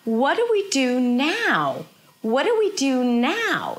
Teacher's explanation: So we have what that is really high in pitch. Notice that she's not pushing her voice to say the what and the now. She just goes higher in pitch.